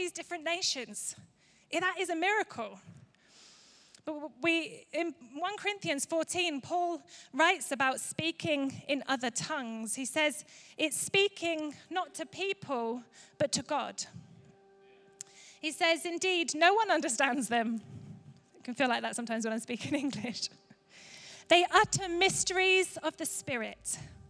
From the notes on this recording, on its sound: Recorded live at Life Church Lancashire on Sunday 22nd October 2023.